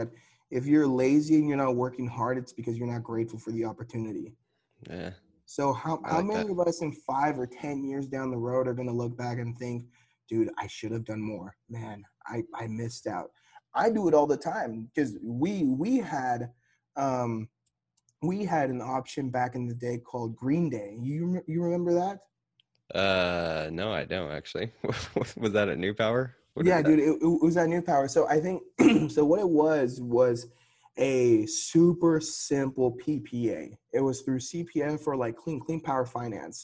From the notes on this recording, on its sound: We're just in key west Florida hanging out at the knock event. Just hop on the zoom and finally making it happen.